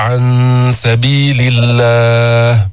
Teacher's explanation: هذه الغنة في عن سبيل غنة الإخفاء، تخفى النون الساكنة عند السين